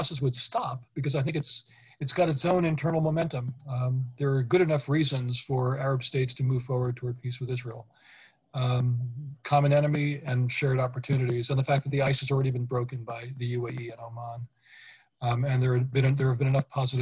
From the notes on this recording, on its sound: This public talk was conducted online via Zoom.